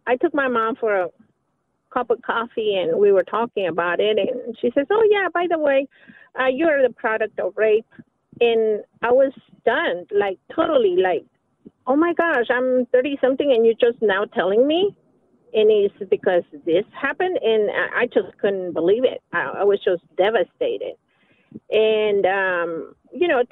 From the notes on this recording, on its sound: Listeners Call into the show